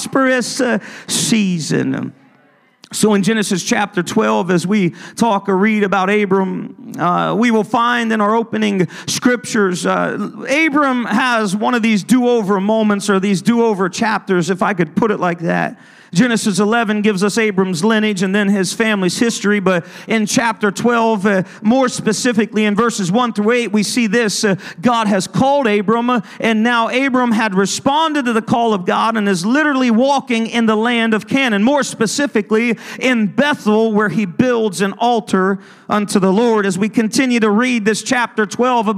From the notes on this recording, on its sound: Ministering at a service at Connect Point UPC.